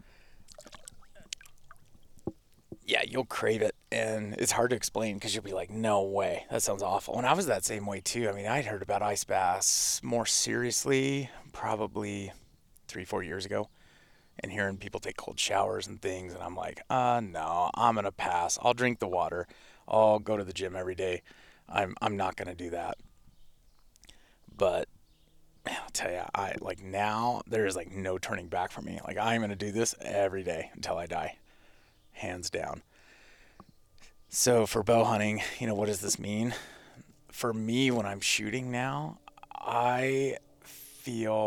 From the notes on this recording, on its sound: In this episode I record it while sitting in my ice bath in my backyard.